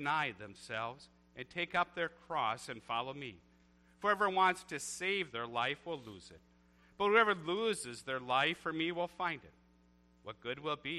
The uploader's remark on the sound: A church service recorded at Living Water Lutheran Church, Oshkosh, WI.